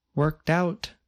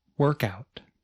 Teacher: In the statement with the phrasal verb, the speaker stressed the second word of the phrasal verb, the word out. In the phrasal noun example, the speaker stressed the first part of the word, work. · Shown in: second take